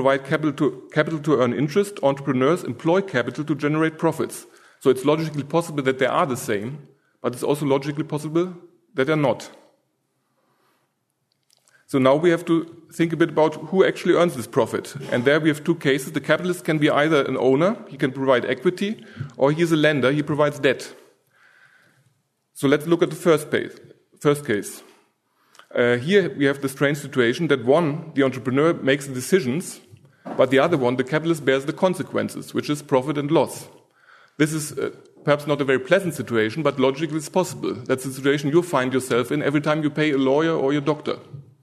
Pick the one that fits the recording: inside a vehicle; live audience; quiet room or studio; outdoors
live audience